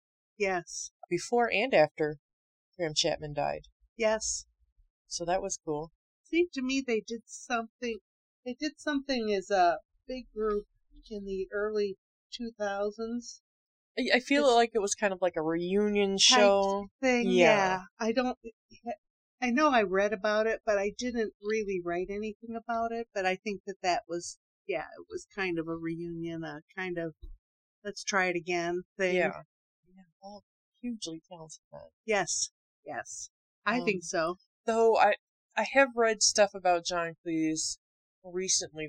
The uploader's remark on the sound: We had faux Rabbit Stew and hella technical difficulties.